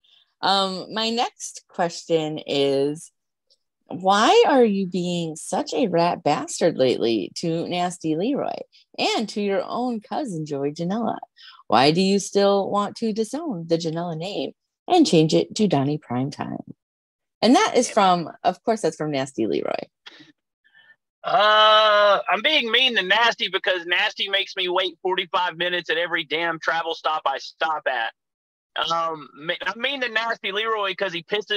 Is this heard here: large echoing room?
no